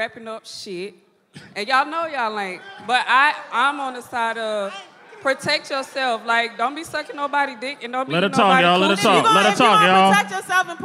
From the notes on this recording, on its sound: the posse warms the crowd up